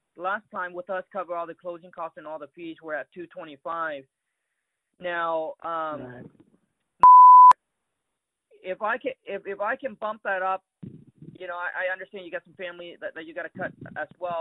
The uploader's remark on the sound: Recording Call With Motivated Seller. Here is a recording call that I have with a seller that accept my 450K offer.